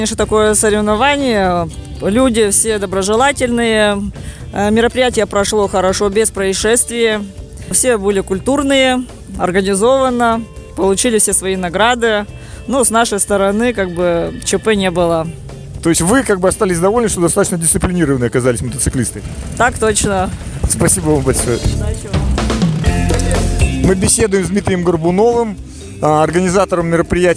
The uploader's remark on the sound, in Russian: Записано в полевых условиях в городе Тобольск в конце января 2023 года.